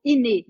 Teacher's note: Sem o T no final